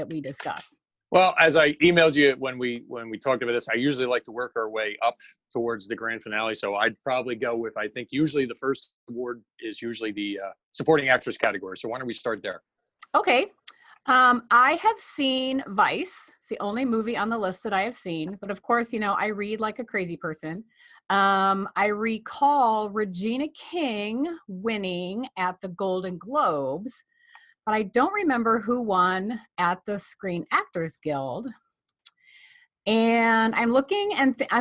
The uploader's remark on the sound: What happens when you put two pop-culture fanatic fundraisers on a Zoom call and talk about this year's Academy Awards?